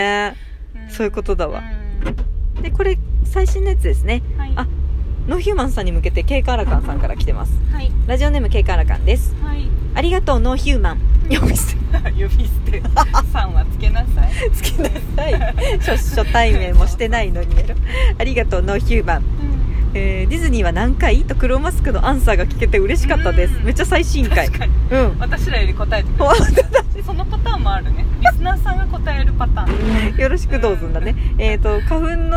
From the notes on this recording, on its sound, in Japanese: おでかけ収録 アートで頭パニック編！